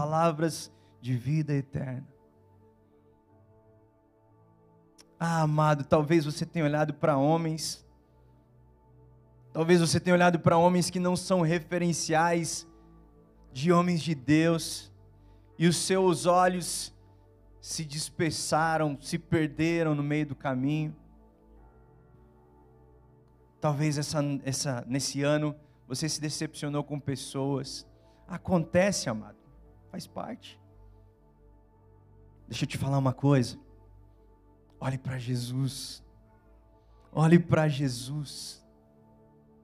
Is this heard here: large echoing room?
yes